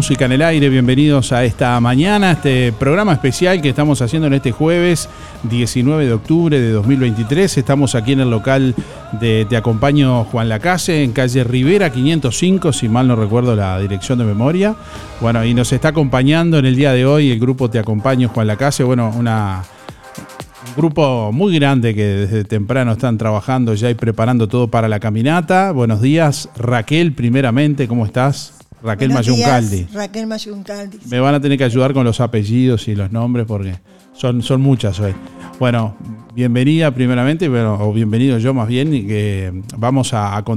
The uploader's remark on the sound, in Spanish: MÚSICA EN EL AIRE realizó un programa especial en vivo de 08:00 a 10:00 desde el local de Te Acompaño Juan Lacaze en Rivera 505 (Ex Escuela Industrial).